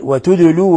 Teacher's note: وتدلو الدال مسكنة فتقلقل